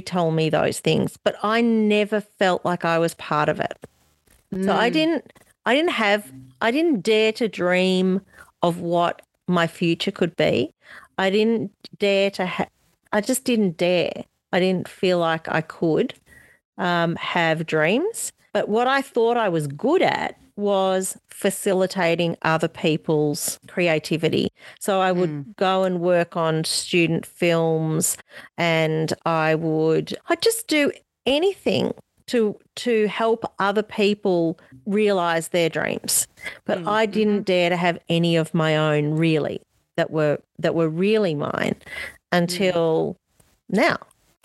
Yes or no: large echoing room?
no